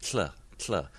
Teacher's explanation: We have a symbol for lateral plosion, but we don't use it here. And the explosive part of it is not medial, not down the middle, but out the sides. So we end up using symbols that don't quite describe what we're talking about.